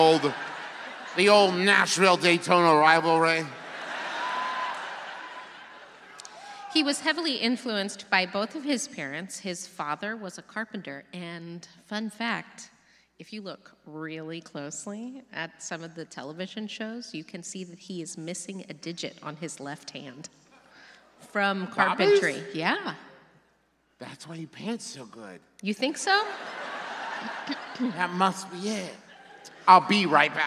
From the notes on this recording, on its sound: It was recorded LIVE in Nashville, TN!